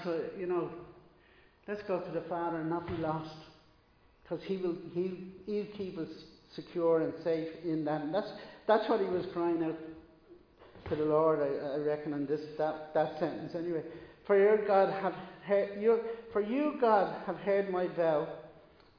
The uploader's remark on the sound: Recorded live in Liberty Church on 15 May 2022